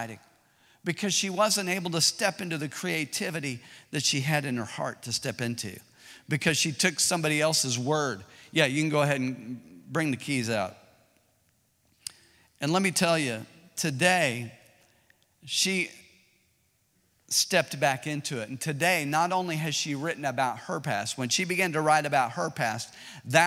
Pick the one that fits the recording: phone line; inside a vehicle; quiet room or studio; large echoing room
large echoing room